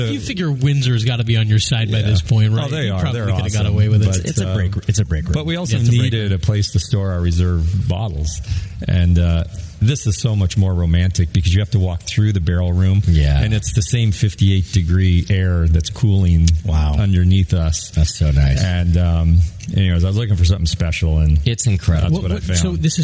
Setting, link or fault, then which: setting, busy venue